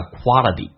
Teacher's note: 最后一个 t 发 d，两个元音中间辅音要被浊化